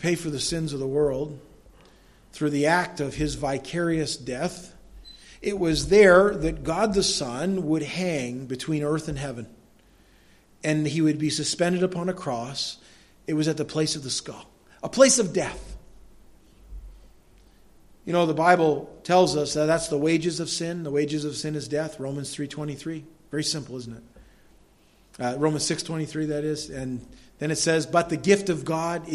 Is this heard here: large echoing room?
yes